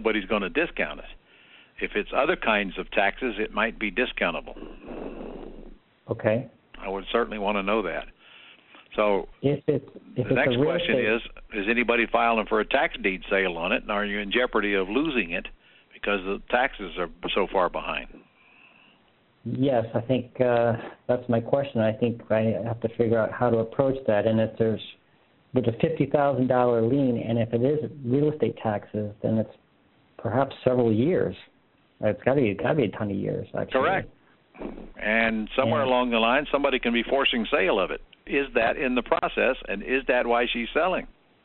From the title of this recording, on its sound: Q&A Call